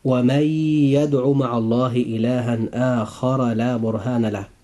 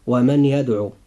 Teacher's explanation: حرف النون الساكن جاء في كلمة ومن، وجاء بعده حرف الياء في كلمة يدعو. فهنا حينما يلتقي النون الساكن مع حرف الياء لابد أن يكون الإدغام، وهذا الإدغام يكون بغنة. · Shown in: first take · Term: الإدغام بغنة